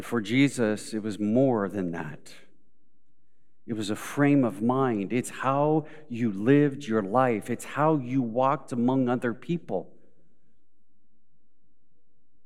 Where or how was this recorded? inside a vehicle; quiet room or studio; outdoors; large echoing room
large echoing room